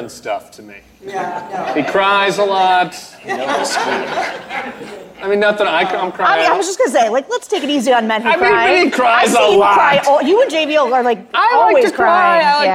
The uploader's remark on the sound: The Bulwark: Live from New Orleans. In The Big Easy.